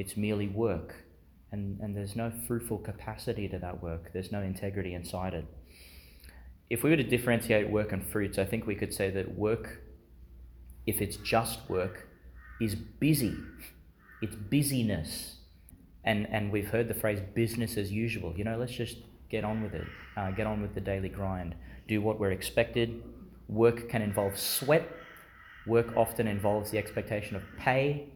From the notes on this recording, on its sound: delivered Chanel School Chapel, Gladstone, Qld